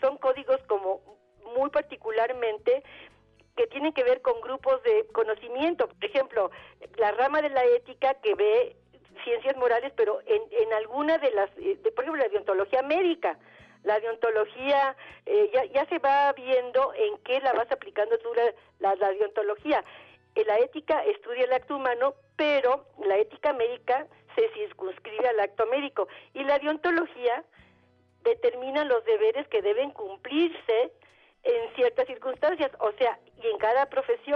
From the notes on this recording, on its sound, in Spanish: Atendemos puntualmente las necesidades del público con teléfonos abiertos y nuestras redes sociales, creando así una completísima revista radiofónica en vivo.